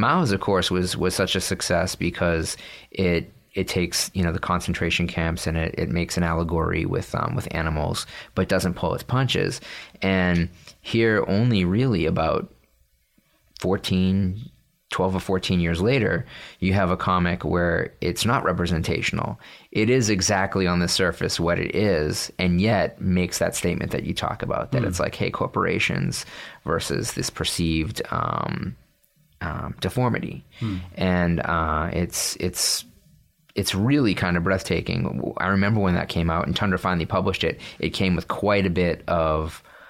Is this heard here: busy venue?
no